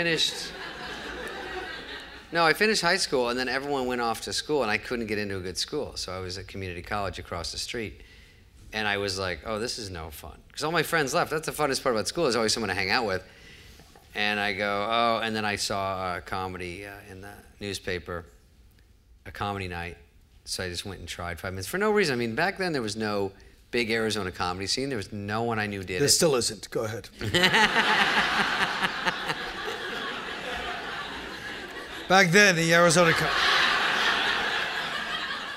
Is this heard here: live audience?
yes